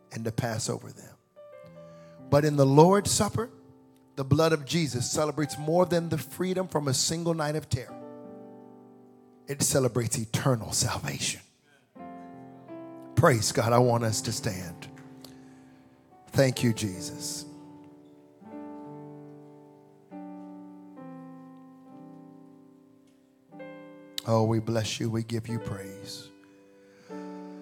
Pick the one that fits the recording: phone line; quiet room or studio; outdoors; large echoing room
large echoing room